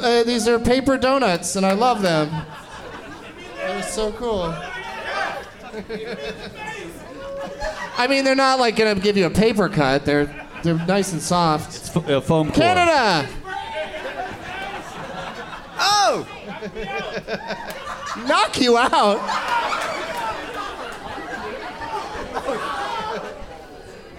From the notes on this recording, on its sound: Live from Cobb's Comedy Club in San Francisco